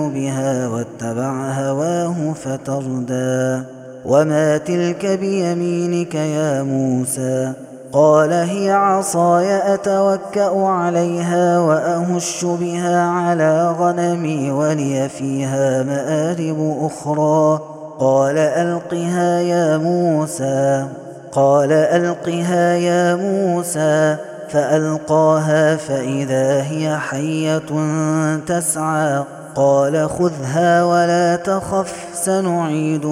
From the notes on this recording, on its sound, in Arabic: هذا التسجيل من صلاة التراويح